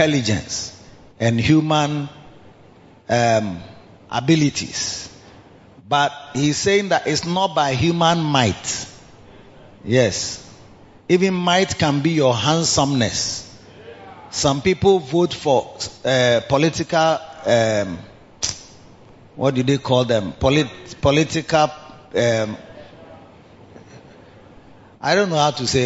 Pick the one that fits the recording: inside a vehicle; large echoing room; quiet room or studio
large echoing room